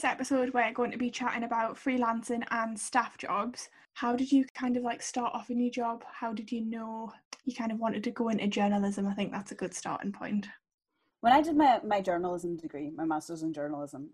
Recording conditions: video call